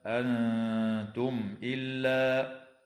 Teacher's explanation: وتظهر الميم الساكنة عند الهمزة